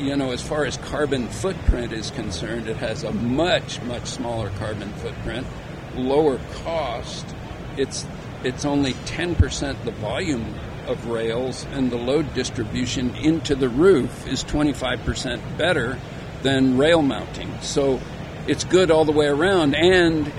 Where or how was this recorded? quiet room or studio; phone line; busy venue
busy venue